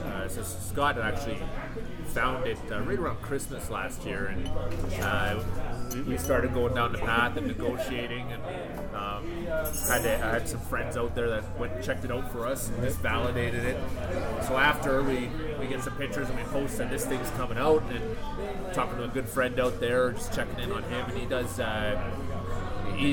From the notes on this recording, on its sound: Thanks to Paddy’s Barbecue & Brewery for always letting me record on site. 3610 Burnsland Road SE, right in the heart of Calgary’s Barley Belt.